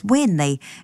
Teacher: how tēnei is often heard as wēnei in some iwi in Te Arawa